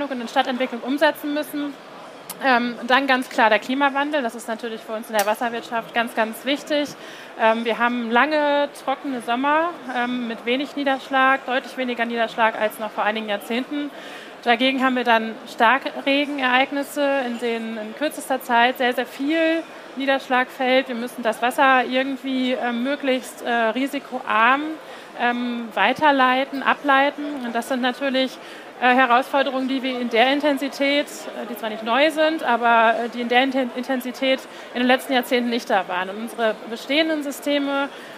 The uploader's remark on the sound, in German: Live-Podcast von der GaLaBau 2022. Podcastfolge war eine ganz besondere, denn diese wurde Live von unserem Messestand auf der GaLaBau 2022 aufgenommen.